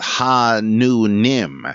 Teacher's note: Well, in Korean, the Christian God is called Ha-nu-nim, with a syllable sounding like the word for a laugh, the middle with a short O-O vowel sound like nook or book, and the last syllable, nim, pronounced neem.